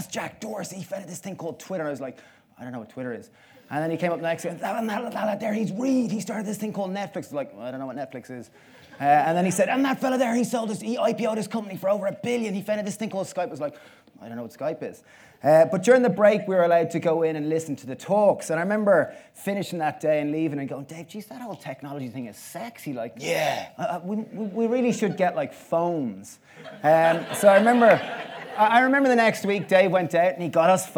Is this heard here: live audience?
yes